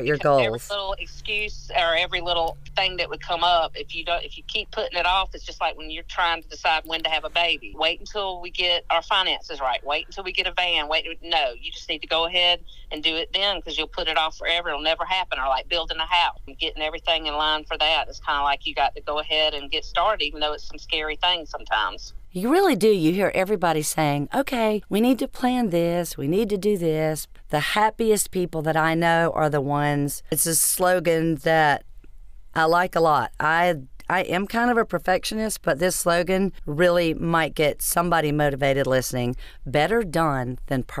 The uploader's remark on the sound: LIVE AND ON THE STREET